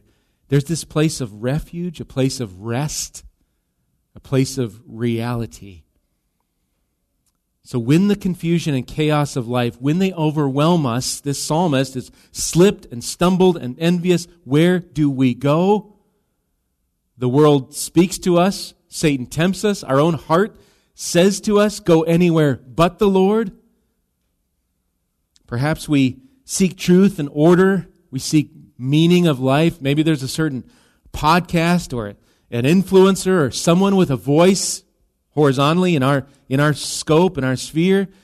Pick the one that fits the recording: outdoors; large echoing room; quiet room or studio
large echoing room